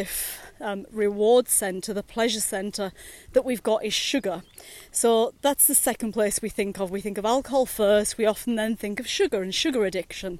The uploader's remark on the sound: recorded during daily walks